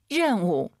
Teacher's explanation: 알 발음 런 아니고 더 혀를 뒤로 보내서